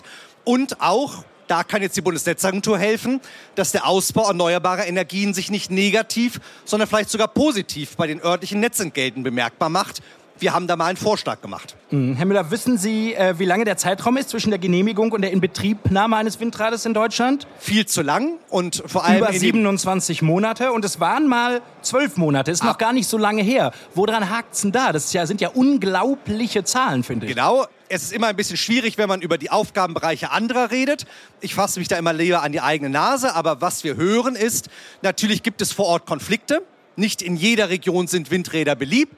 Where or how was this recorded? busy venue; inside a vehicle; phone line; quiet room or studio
busy venue